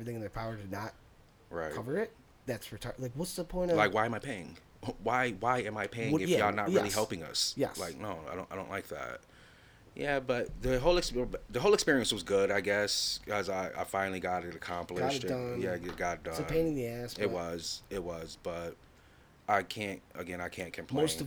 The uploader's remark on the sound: a minor audio level issue